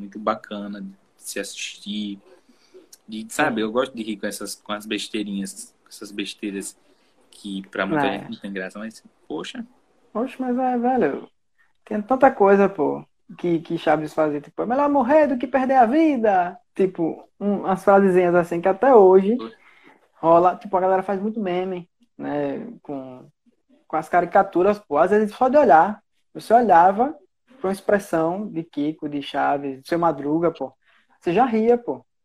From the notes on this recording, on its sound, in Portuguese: Esse episódio surgiu de uma Live que fiz no instagram